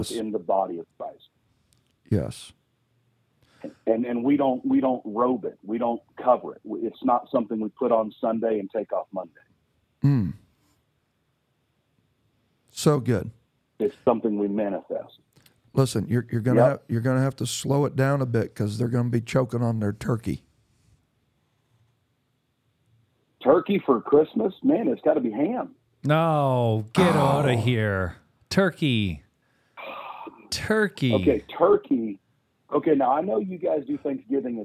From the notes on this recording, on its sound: This week we bring you gifts, in the form of phone calls to some familiar Kingdom Speak guests.